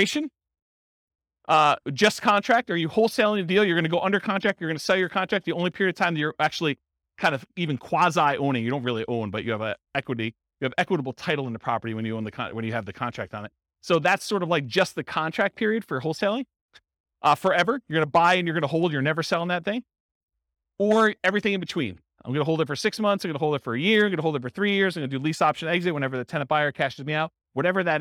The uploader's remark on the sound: This was a live class recorded